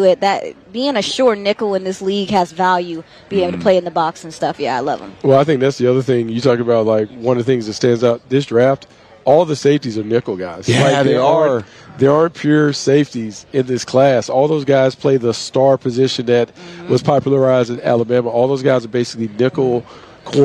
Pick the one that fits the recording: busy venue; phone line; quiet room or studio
busy venue